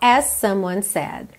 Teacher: as someone, você liga num S só